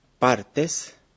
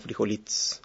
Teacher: desaparición, debilitamiento de vocales que no llevan el acento principal · Shown in: second take · Entonces, en vez de decir partes, se dice parts. · Term: vocales caedizas